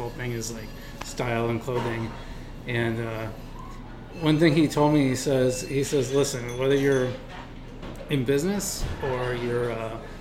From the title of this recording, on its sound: Live at Daly's